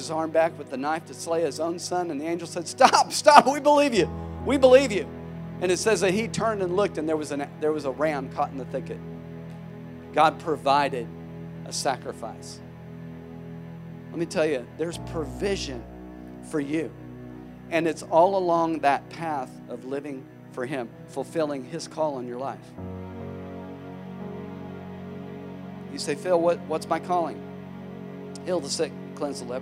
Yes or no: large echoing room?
yes